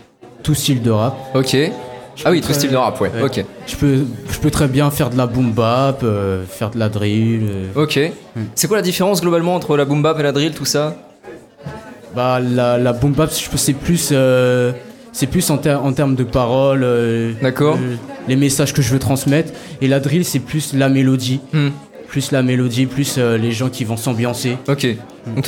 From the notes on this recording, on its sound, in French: En direct du barouf pour la finale du tremplin éclosion